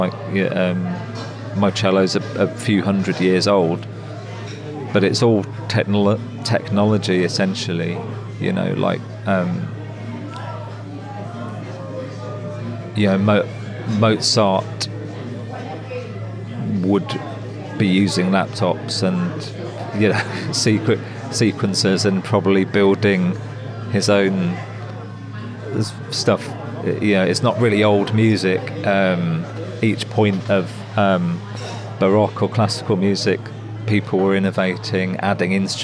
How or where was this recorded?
busy venue